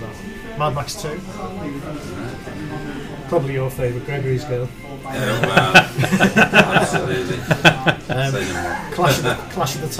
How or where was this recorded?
busy venue